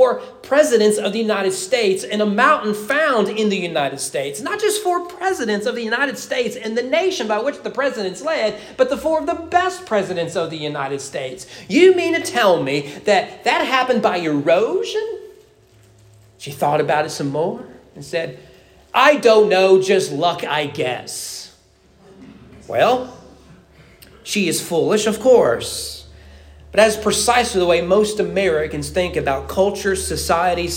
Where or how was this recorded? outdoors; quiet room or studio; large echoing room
large echoing room